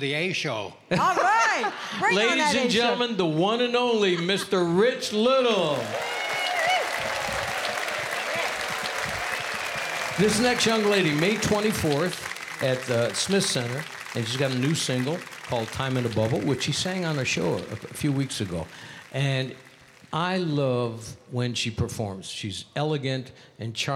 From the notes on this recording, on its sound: Live at the South Point Casino